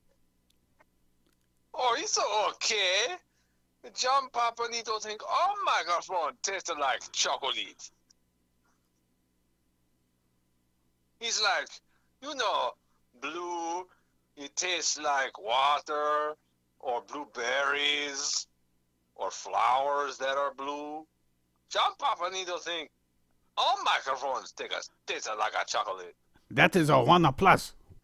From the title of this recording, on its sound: Phone Interview